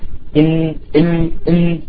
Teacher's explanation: والنون من طرفه، من طرف اللسان